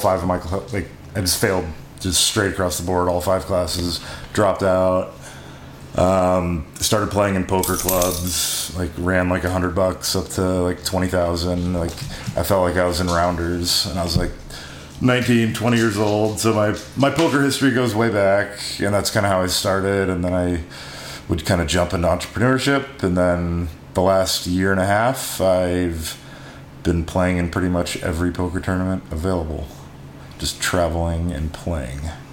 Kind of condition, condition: fault, sounds in the background